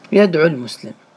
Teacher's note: المقصود نحن لفظنا عينا مضمومة ولم نلفظ الواو · Term: لفظا لا كتابة